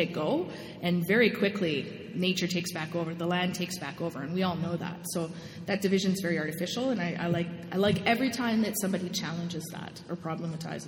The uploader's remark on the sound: Recorded in front of a live studio audience at the Exploring The New R&R: Resistance and Resilience of Indigenous Women's symposium, put on by the Indigenous Women and Youth Resilience Project.